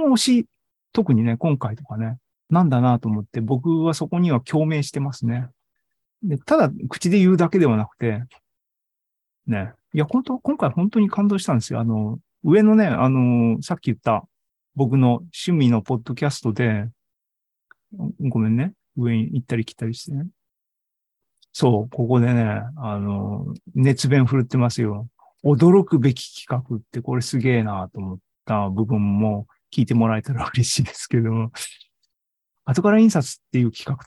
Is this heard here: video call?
yes